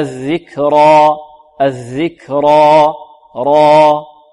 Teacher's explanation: تنتهي بانتهاء الهواء، لا تنتهي بمخرج الهمزة · Term: حروف مد